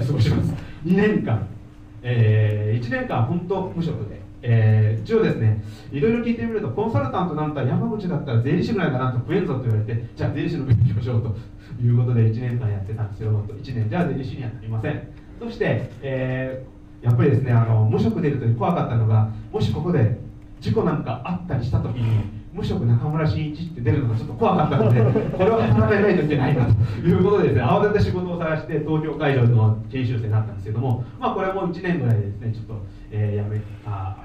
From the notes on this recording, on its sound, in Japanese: 会場のでの収録の為、雑音もありますがご了承ください。